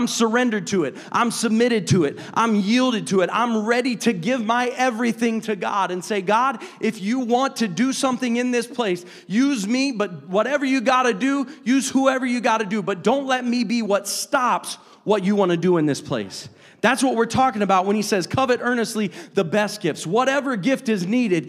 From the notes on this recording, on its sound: a service recording from Connect Point UPC